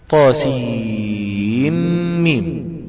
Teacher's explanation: فرواية حفص فيها إدغام النون في الميم تاصين ميم، نعم، وكان حقها الإظهار لاجتماع النون والميم في كلمة واحدة.